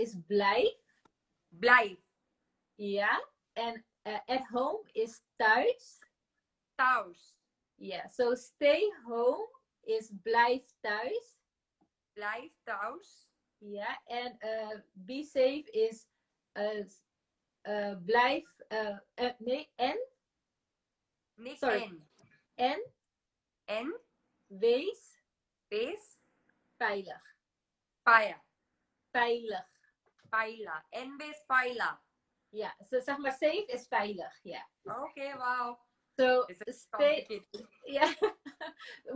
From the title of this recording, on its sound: Instagram Live